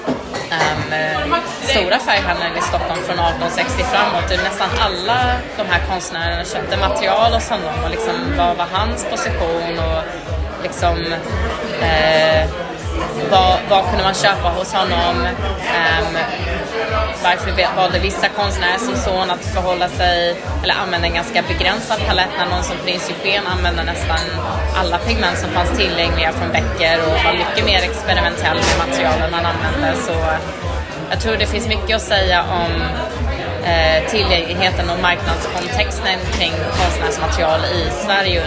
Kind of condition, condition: setting, busy venue